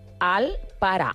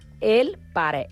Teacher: A Catalunya tenim vocals com la A i la E, que són, que poden ser vocals àtones. Això, a Catalunya, es pronuncien igual com una vocal neutra · Shown in: first take